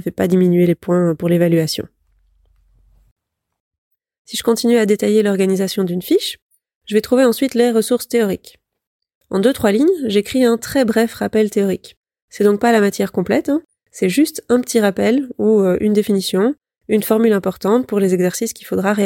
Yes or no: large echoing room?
no